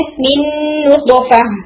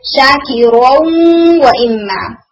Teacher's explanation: इदगाम गुन्ना के साथ होता है, नेज़ल साउंड आपको सुनाई देगी